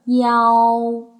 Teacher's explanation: 舌位呢，是先降后升，由前到后，变化幅度比较大。唇形呢，由展到开，由开始的高原因一嘴唇是往两边咧开的，然后再发出“啊”之后再变圆唇，收音收在“呜”这个位置，松元音“呜”的位置。好，中间的这个“啊”呢，一定要发得很响亮，时间要相对长一些。大家在这里要注意的一个地方是，腰当中的孕妇“啊”，它的发音位置要稍稍地往后靠一些，是一个后“啊”，发音要最响亮。三个元音的最佳音长比大致是四比四比二的样子。最后要提醒大家的是，我们在发这个